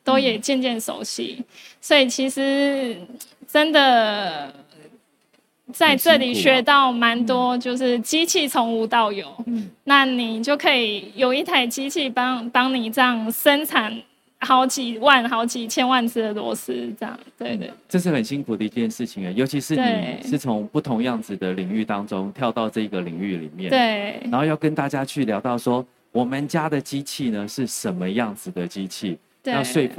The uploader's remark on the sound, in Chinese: 本集節目首次於2023年台灣國際扣件展（FASTENER TAIWAN 2023）5月3日至5月5日高雄展覽館現場錄製